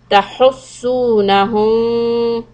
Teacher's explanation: This meme is followed by a letter ba. So we're going to hold it for 2 rakat. Ikhfa Shafawi.